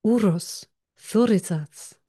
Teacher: Mit einem Zungen-R, das vorne gerollt wird und nicht hinten im Rachen.